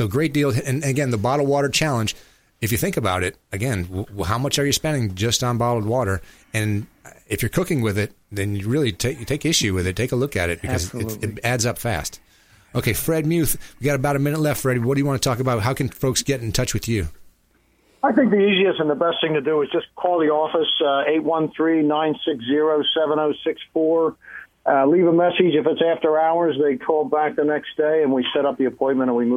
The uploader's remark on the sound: tampa screens (phone)